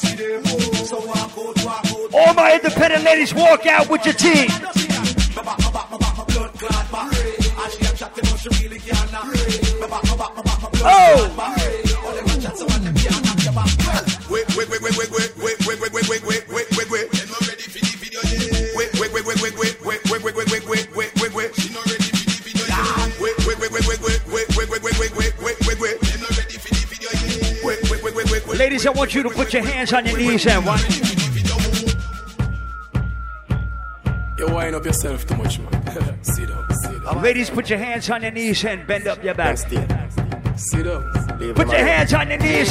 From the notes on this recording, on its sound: LIVE AT ISLAND SATURDAYS ON MARCH 17. LIVE AUDIO!